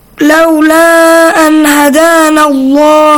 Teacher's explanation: هَا is from izhar letters. Throat letters.